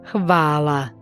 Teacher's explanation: Das H im Kroatischen klingt wie ein weiches CH, ähnlich dem CH im deutschen Wort Nacht.